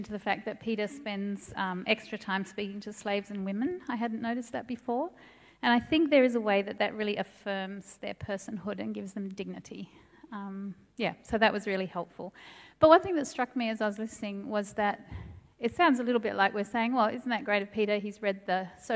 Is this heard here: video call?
no